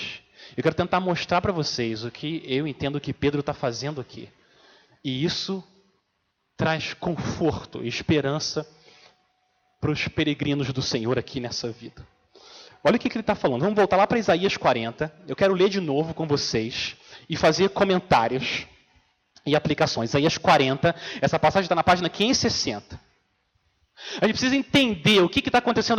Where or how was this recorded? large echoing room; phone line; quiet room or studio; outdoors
large echoing room